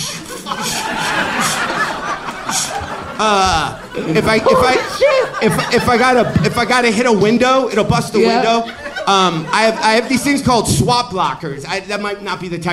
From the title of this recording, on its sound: LIVE from Comedy Works in Denver!